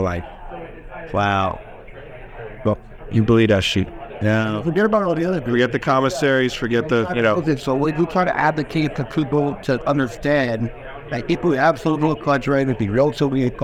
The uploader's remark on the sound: recorded on-site at Benzinga Cannabis Conference